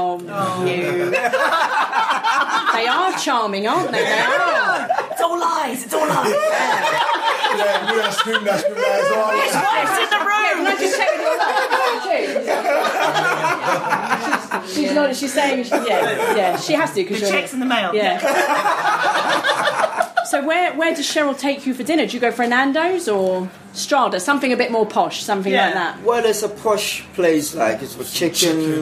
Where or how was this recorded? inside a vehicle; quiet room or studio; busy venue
busy venue